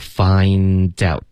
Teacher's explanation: 我们要连读 findout，特的音呢会省略